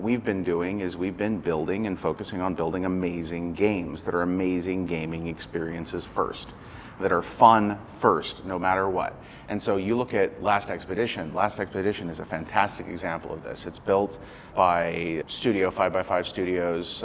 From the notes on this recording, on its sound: This sponsored episode is recorded live in downtown LA.